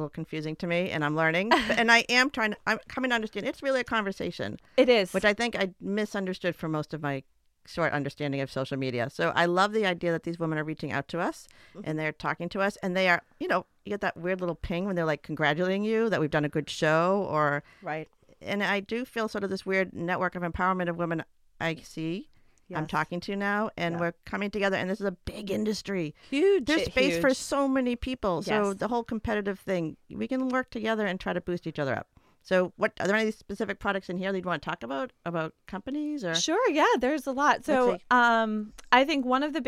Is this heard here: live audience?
no